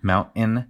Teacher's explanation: So in talking with interviewees, we had a lot of people express that mountain seemed like something that was unique to the Denver accent, like the pronunciation of the mountain with a what we call a glottal stop where you make the T with your throat